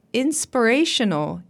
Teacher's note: This is an example of a reduced schwa vowel in an unstressed syllable.